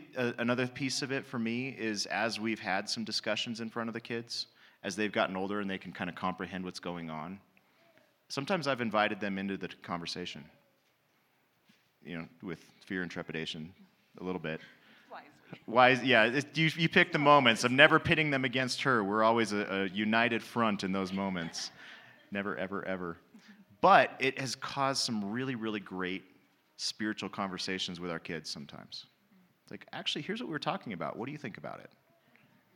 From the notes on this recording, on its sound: Panel and Q&A - Me and My House Summit.